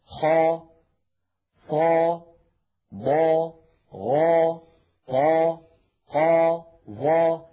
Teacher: هواؤها وضغطها يتجه إلى سقف الحلق، لا تقبل النزول · Term: الحروف المستعلية